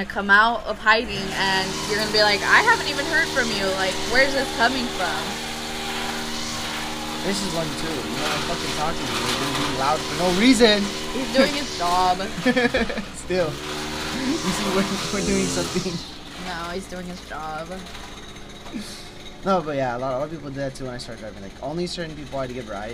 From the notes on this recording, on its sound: Super loud outside noise… we are really sorry